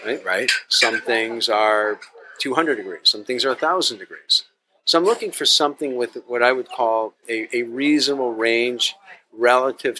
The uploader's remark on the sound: This episode was recorded at the delightful Stownut Donut & Diner.